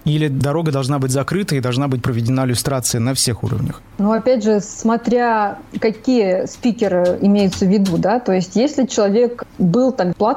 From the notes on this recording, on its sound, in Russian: По телефону